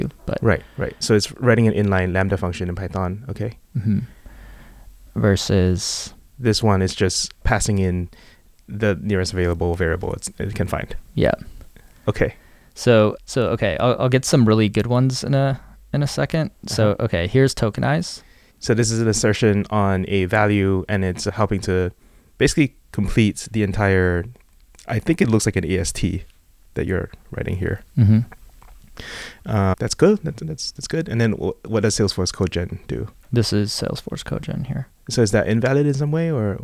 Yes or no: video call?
no